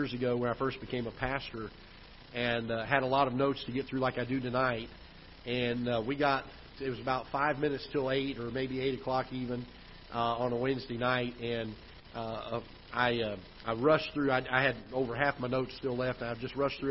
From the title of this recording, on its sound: Ketha Heights Baptist Church ~ Live Broadcast